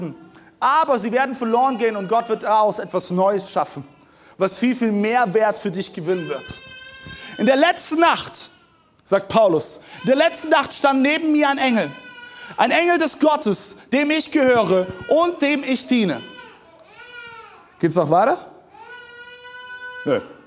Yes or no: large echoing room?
yes